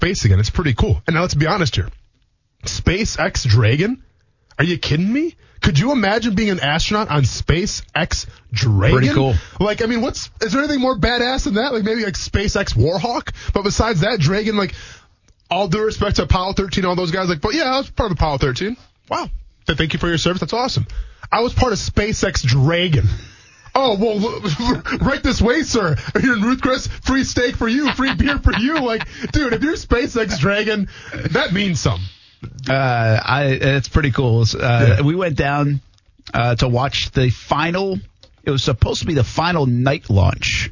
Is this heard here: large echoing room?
no